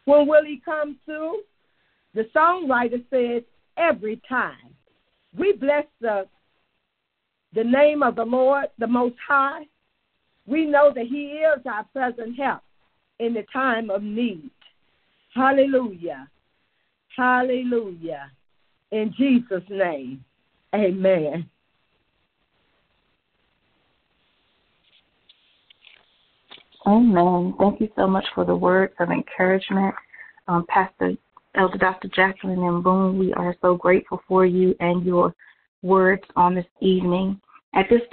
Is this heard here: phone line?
yes